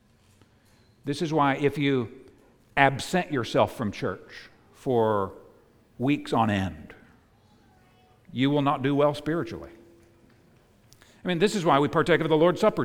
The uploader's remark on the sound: preached at the United Christian Church of Dubai